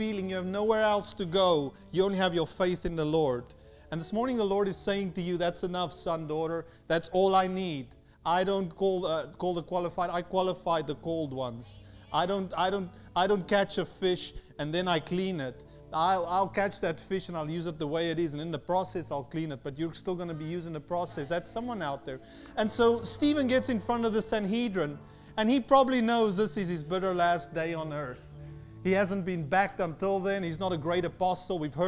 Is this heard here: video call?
no